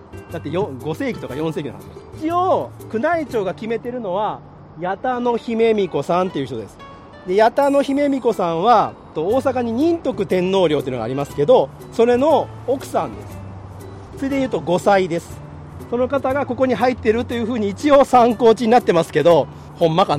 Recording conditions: outdoors